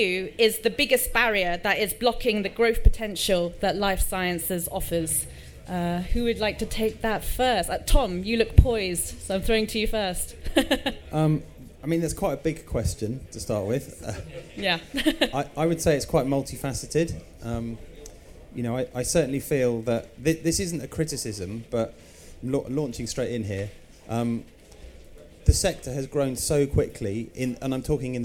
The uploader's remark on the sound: recorded live at MIPIM in Cannes